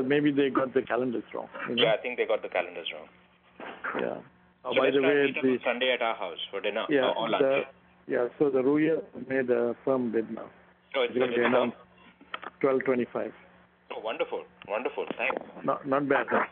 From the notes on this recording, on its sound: The audio of a phone call. Used as evidence in the insider trading case.